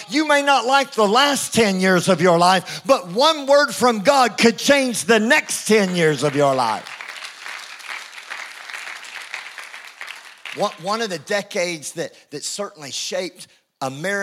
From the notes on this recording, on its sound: IKON Church. Recorded live at the Chesterfield Campus this is the message from the evening service on the 2nd February 20.